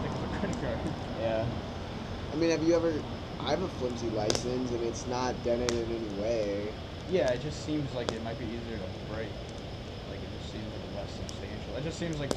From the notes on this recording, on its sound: By A Campfire. We tried out a new webcam and it did an all right job capturing the audio. Hanging out around the fire with us.